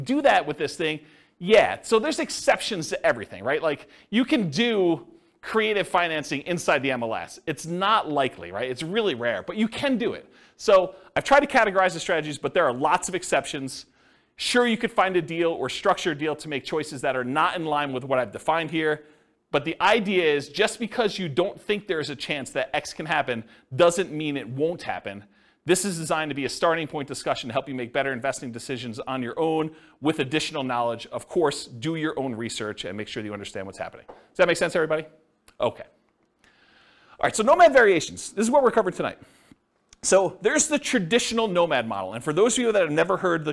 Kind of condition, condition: setting, live audience